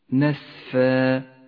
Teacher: مد العوض في كلمة نسفا، مد في حالة الوقف عوض عن تنوين الفتح في حالة الوصل، نسفا يمد بمقدار حركتين